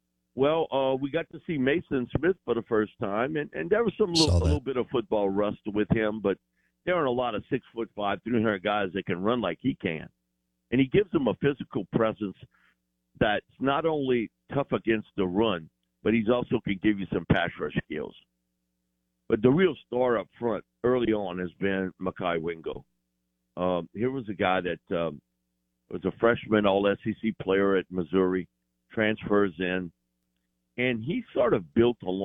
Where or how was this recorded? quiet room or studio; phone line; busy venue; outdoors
phone line